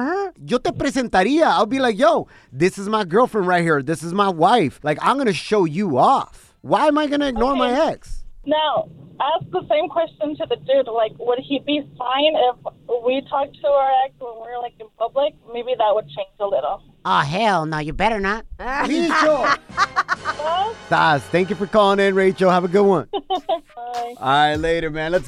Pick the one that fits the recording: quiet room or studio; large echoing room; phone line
phone line